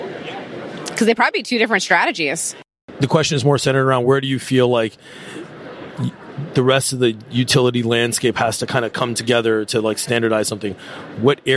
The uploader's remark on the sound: we are back at the Trees & Utilities 2023 Conference